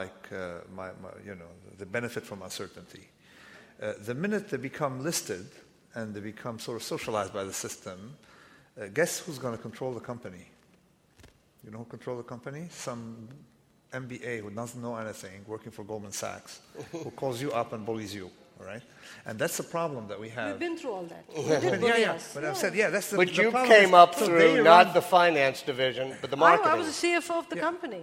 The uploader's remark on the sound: LIVE from the NYPL